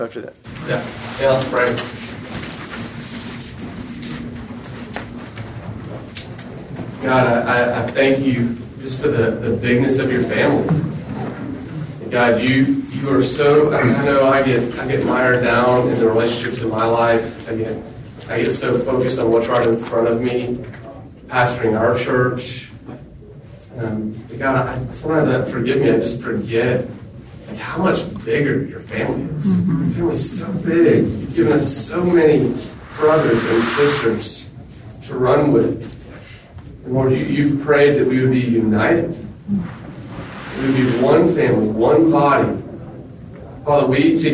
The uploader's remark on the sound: recorded at the National Disciple Making Forum